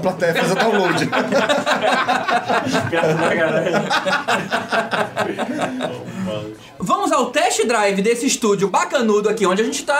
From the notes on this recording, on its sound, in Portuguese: Resolvemos fazer mais um agrado aos nossos ouvintes com um episódio extra gravado ao vivo… unplugged!!!